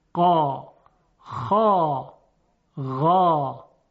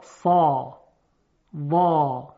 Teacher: قا استعلا داره اما انفتاح هم داره، یعنی در حقیقت میانه دهان بازه، فاصله میان وسط زبان یعنی رویه زبان و سقف دهان از هم بازه الا در مخرج خودش · Shown in: first take · قا، خا، غا، اما در حروف اطباق سا، وا، خیلی شدتش بیشتره از لحاظ تفخیم.